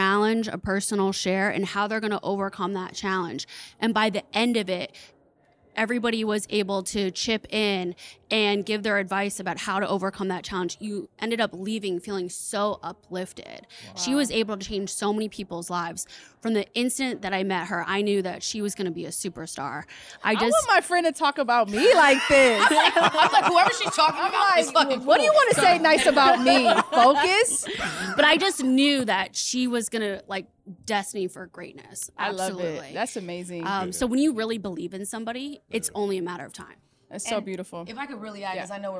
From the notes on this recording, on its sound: We Went LIVE at the FutureLAND Conference 2023